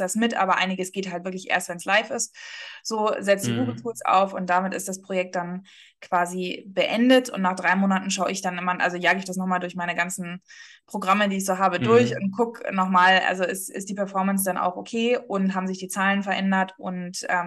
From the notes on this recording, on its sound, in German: hatten per Zoom einen netten Austausch